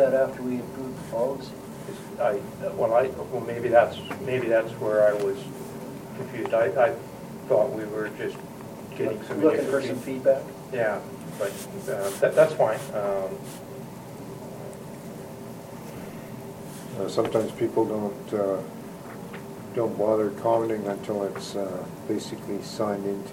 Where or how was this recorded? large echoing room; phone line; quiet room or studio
large echoing room